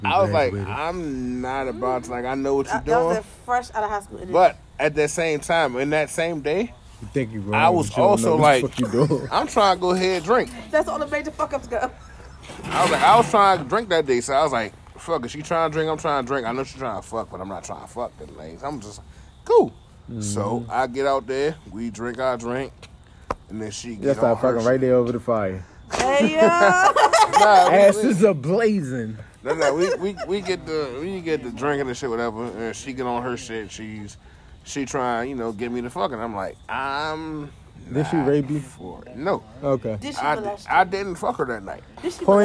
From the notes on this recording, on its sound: The Boncast (Live Episode). A Very Special Live (And Spontaneous) Episode Recorded On Location At One The Legendary Bonfires.